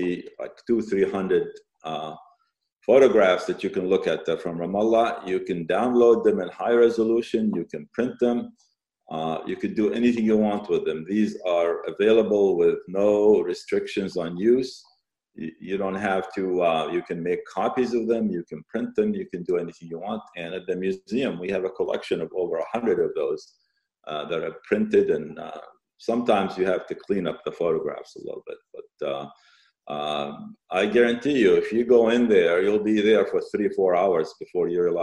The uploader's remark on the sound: The Institute of Palestine Studies as part of their webinar series. We thank them for allowing us to use the audio of this webinar.